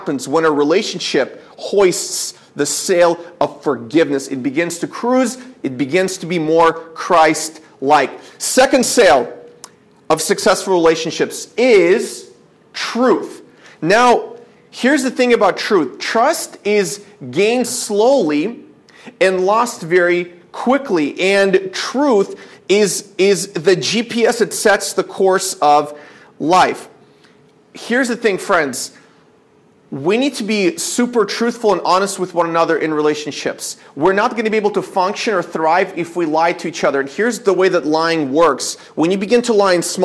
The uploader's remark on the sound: This is a sermon I preached at my church